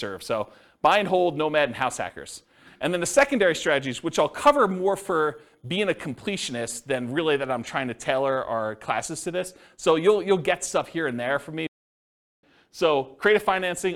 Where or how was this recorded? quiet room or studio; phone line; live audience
live audience